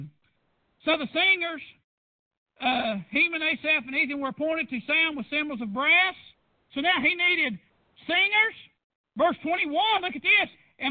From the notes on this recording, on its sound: PREACHED AT PRAYER BAPTIST CHURCH.